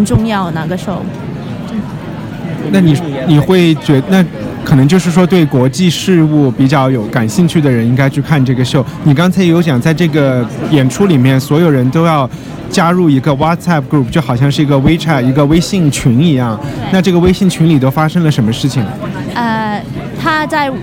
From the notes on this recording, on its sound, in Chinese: 在爱丁堡看演出。只能用手机在酒吧里录一期不剪辑的人物采访。采访有酒吧背景杂音，权当增添了节日气氛吧。